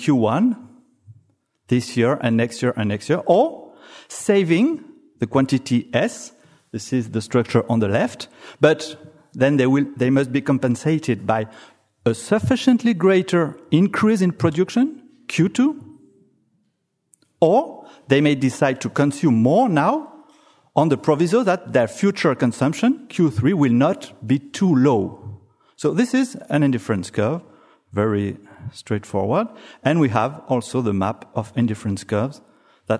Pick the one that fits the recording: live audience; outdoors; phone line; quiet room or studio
live audience